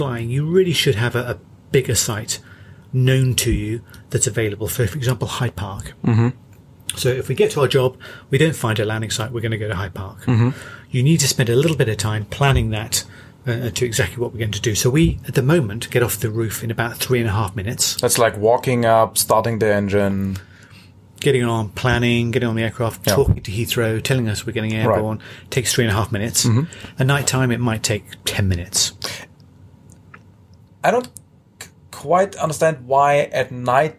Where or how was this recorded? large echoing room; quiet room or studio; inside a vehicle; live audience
inside a vehicle